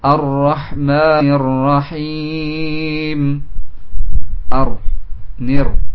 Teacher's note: masuk pada huruf ra, lamnya hilang, masuk kepada setelahnya.